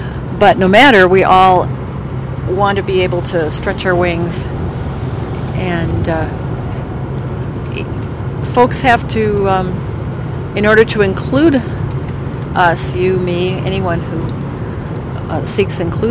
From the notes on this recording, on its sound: Are on a road trip home from Iowa, Recorded LIVE on a Western Iowa Interstate.